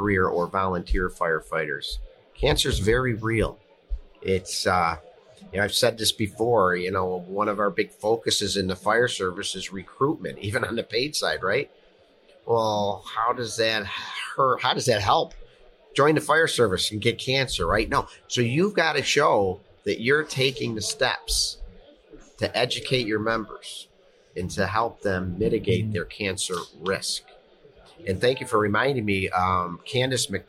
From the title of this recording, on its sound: Live at FDIC